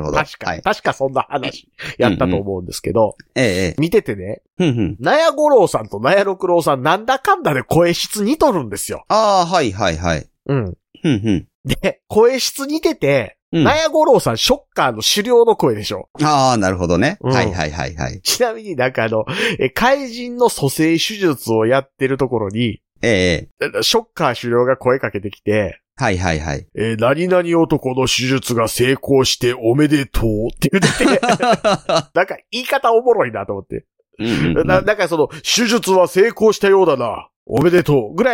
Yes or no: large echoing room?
no